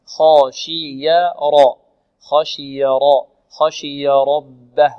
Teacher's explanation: خشي والشين والياء مرققتان والراء مفخمة، خاشي راء خاشي راء خاشي ربه راء ربه، والباء مرققة ربه، نوضح الهاء ربه.